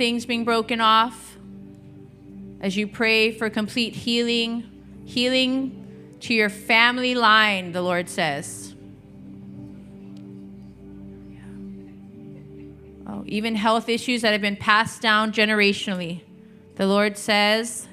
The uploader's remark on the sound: Recorded Sunday evening service at Reunion Hawaii